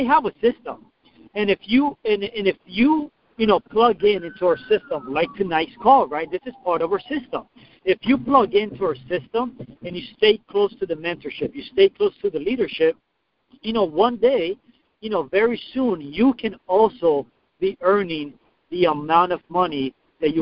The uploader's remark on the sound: PowerHouse Network Leadership conference call.